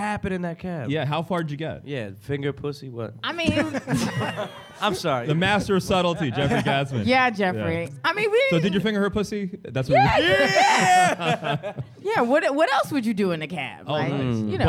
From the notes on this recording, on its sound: Recorded live at the Museum of Sex Play Lounge!